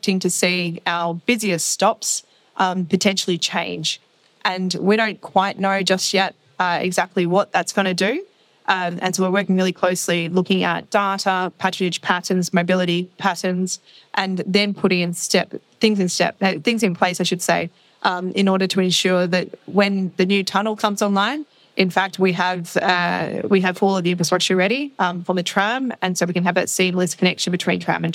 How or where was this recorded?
busy venue